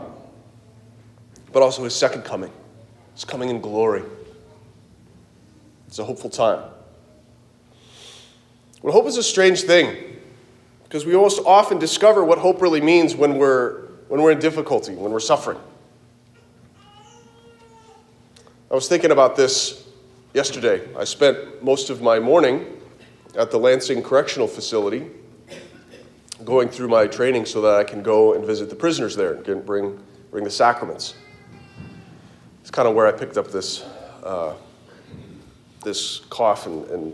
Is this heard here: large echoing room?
yes